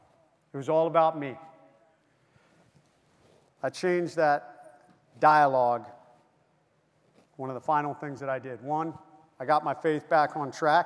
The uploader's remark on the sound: Key note speech from our 2023 Street Cop Conference in Nashville, Tennessee. Speak to over 1700 cops.